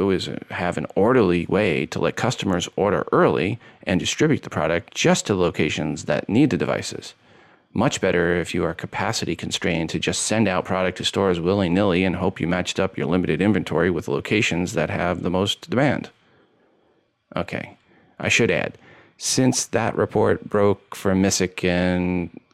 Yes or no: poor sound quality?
no